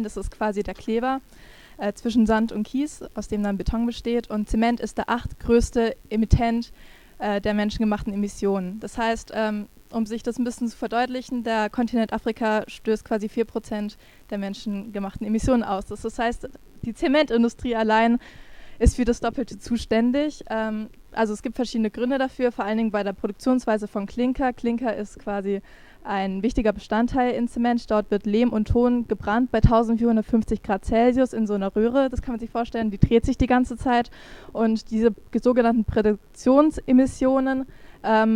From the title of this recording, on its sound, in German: PANEL Live aus dem Colombipark